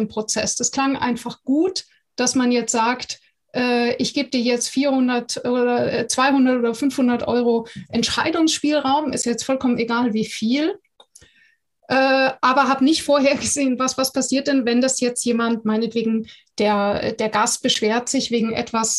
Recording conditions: video call